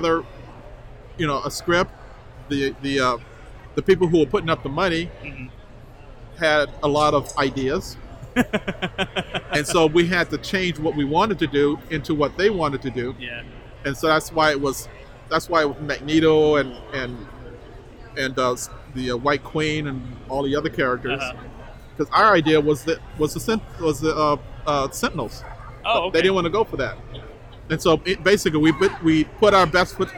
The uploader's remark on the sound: Recorded live at Long Beach Comic Con! Talked to folks around the con.